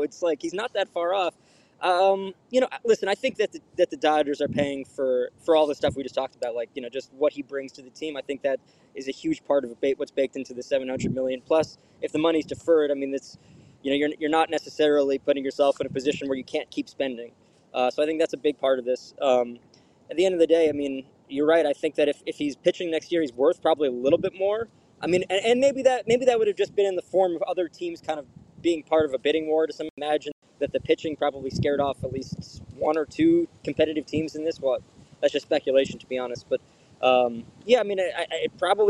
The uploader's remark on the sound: swinging by from literally right outside the ballpark in Anaheim